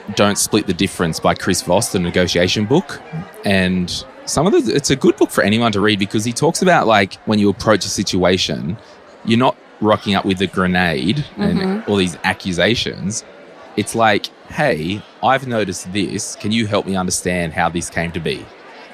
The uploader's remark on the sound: Live from FinCon22. At FinCon22 in Orlando, Florida.